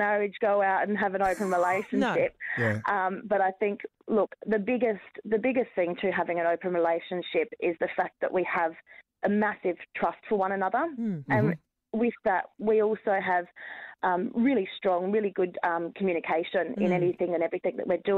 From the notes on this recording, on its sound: called in for a riveting chat about it